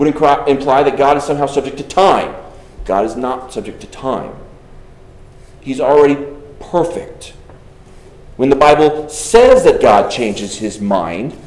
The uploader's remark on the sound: Delivered on June 25th, 2023 at Arriba, Congregational Church.